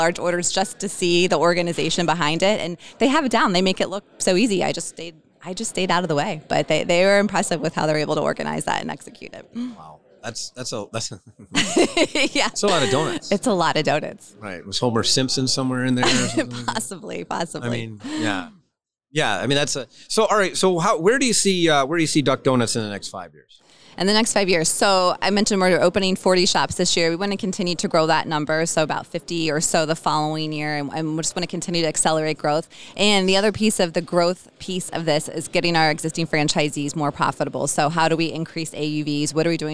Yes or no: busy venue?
yes